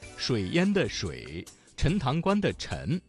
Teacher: 翘舌音声母知吃诗日的字有水淹的水、陈塘关的陈这两个字